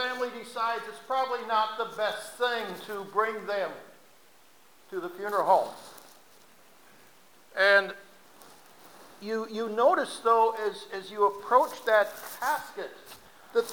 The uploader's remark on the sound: RECORDED SERMON FROM 01-29-2017.